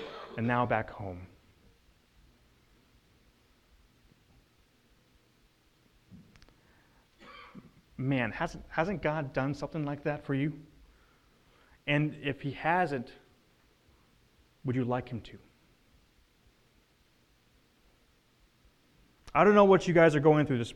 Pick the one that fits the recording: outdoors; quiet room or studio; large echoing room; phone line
large echoing room